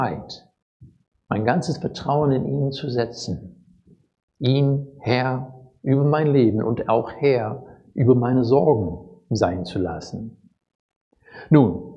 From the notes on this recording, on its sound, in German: Predigt aus dem Gottesdienst